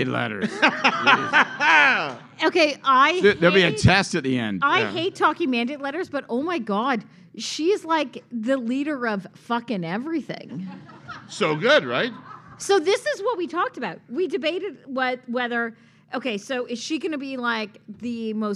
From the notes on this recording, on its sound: Canada 2020 hosted a LIVE event. LIVE showing of the Herle Burly Podcast.